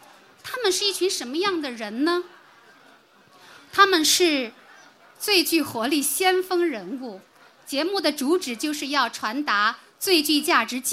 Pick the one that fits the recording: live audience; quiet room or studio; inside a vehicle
live audience